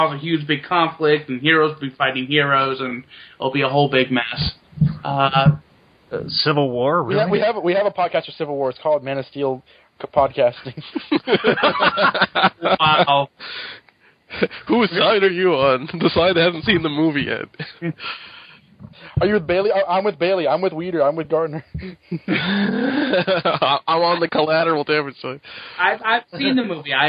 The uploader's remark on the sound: Live Callers.